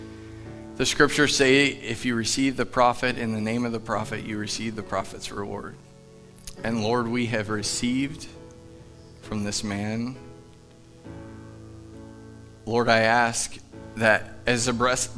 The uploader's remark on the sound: Live from The Summit Church in Dover, OH